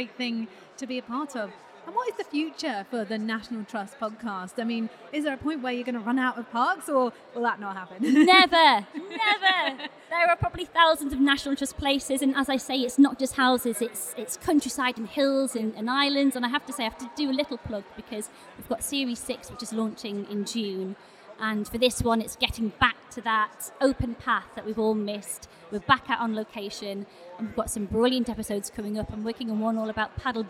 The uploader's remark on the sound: Live In London. At The Podcast Show in London.